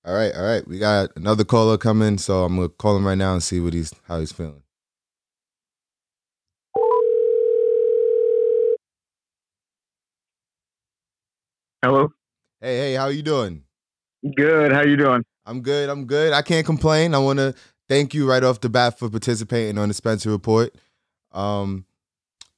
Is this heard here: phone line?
yes